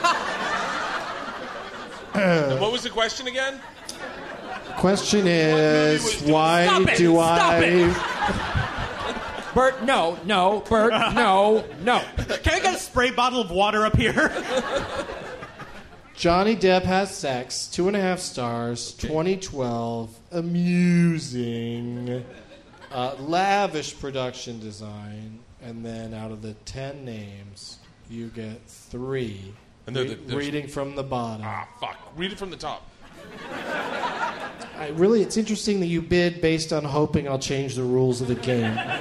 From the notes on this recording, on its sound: Live from Cobb's Comedy Club in San Francisco